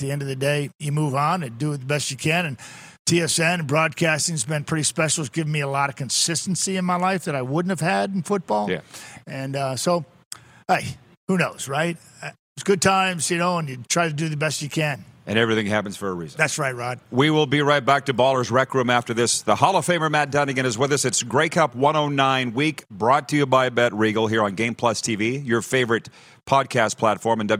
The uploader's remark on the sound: Welcome back to Grey Cup Week in Regina, SK! We are LIVE from Baller's Rec Room.